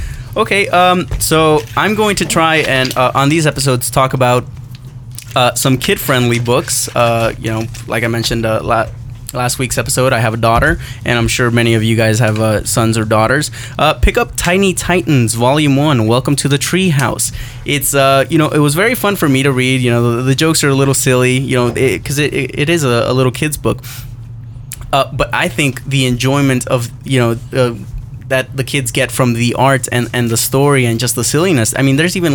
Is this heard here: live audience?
no